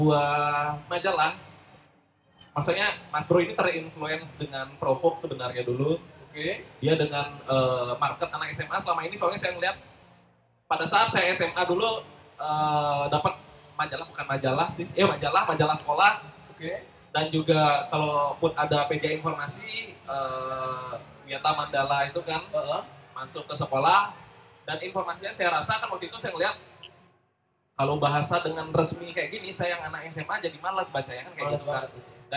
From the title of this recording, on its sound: Live at Creator Corner by HIPMI Denpasar